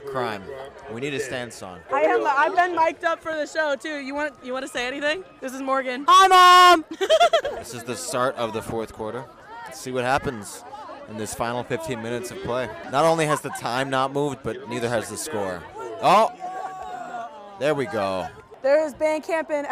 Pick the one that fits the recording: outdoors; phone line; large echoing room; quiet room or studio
outdoors